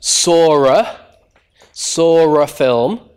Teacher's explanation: This is what's called intrusive R, because this R is an intruder.